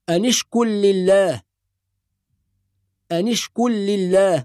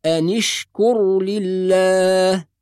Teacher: وبعض الناس أيضا لا يظهر الراء الساكنة فيدغمها في لام لفظ الجلالة، فيقول أنشكر لله أنشكر لله، وهذا خطأ، والصواب إظهار الراء الساكنة · Shown in: second take · هكذا أنشكر لله.